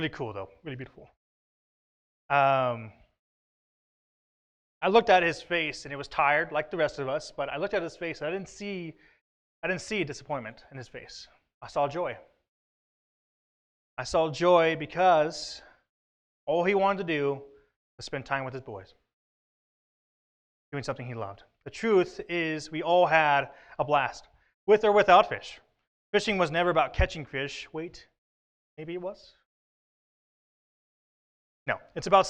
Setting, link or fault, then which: setting, large echoing room